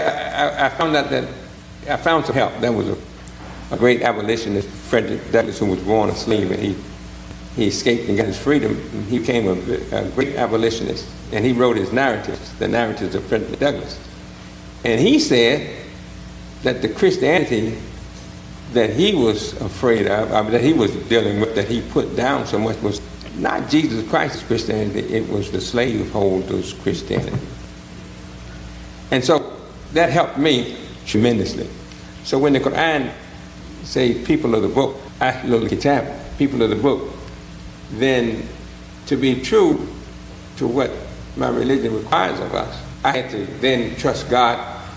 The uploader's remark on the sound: Invited their congregations to come together in person, on May 11, 2022, to record a live podcast. Be aware, there are two brief interruptions in the recording.